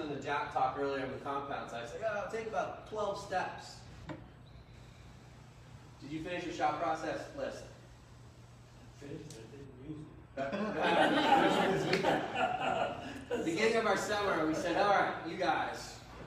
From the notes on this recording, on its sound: Target Panic Seminar - Lancaster Archery Classic. Using crowd input, discussion. Disclaimer: Audio is cell phone live feed recording. We apologize for the small inconvenience if it's not The PUSH quality.